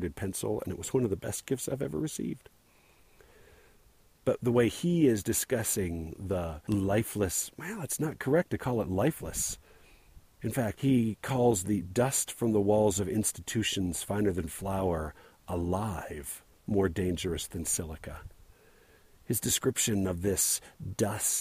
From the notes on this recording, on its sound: Recorded on the Little Baldy trail